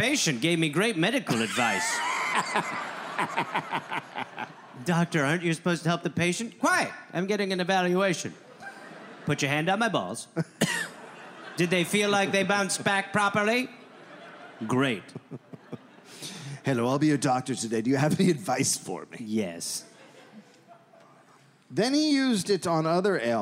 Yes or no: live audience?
yes